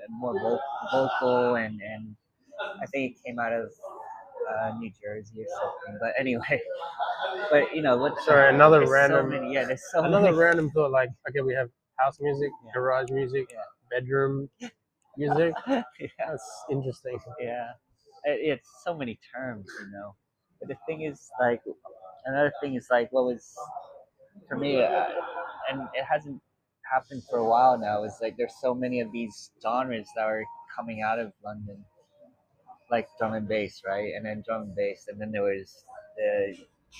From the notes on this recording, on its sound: We recorded this in a coffee shop so I hope the audio is ok.